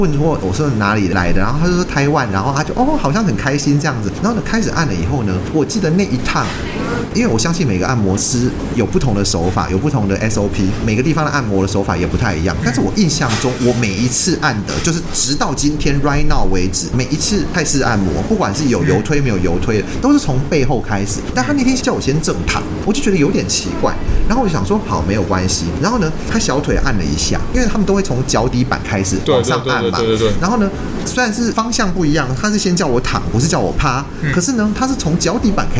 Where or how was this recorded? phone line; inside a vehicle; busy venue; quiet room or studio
busy venue